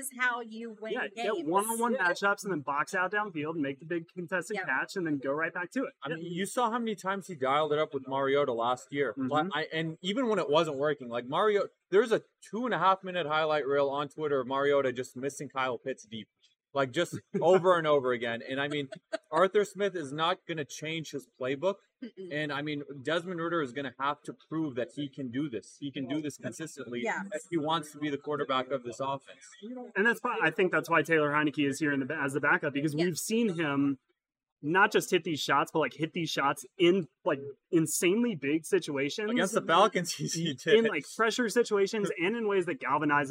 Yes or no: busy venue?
yes